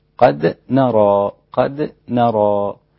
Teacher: فخلي بالك من ترقيق الدال في قد نرى. الدال نعم فيها صفة القلقلة وهي صفة قوة، لكن هي الحرف رقيق